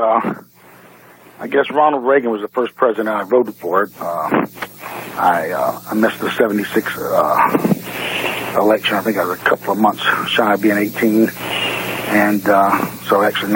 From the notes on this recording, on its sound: They sampled the beer via telephone which was broadcast over the radio. It was an interstate beer-sampling.